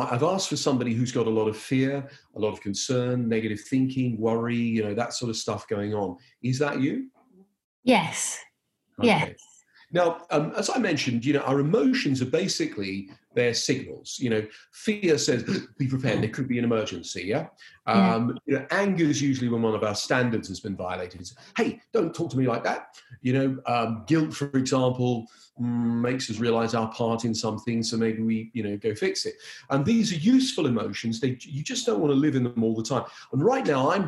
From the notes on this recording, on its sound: We listen back to the audio from our incredible live event. Please note this episode was recorded via Zoom due to COVID19, so we apologise for any sound issues.